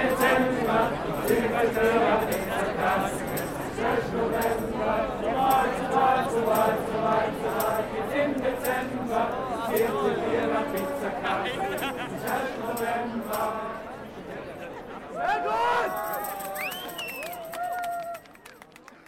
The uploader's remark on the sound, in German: Stimmen von den Straßen Innsbrucks. Aufgenommen im November 2016 bei Gedenkfeiern und Demonstrationen. Chorproben vor dem Goldenen Dachl und der Annasäule.